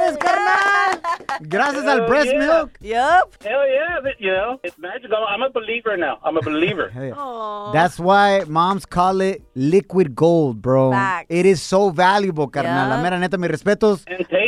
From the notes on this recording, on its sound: We opened up the phone lines